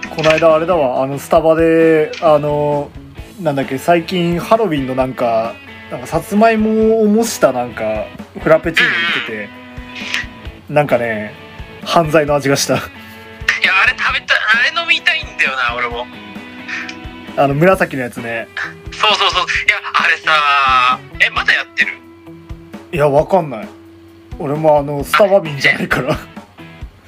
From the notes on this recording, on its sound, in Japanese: 録音機材：iPhone7